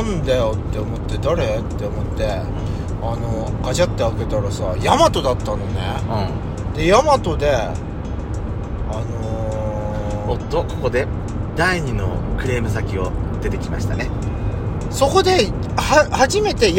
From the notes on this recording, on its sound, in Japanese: ドライブ収録 #ロードノイズごめんね